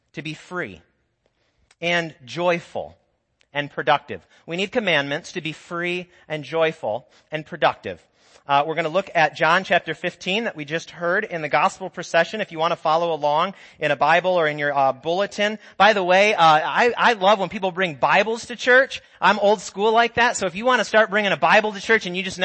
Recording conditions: large echoing room